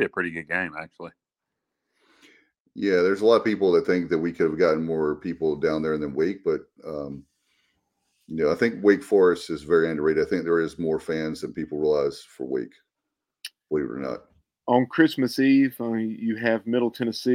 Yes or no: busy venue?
no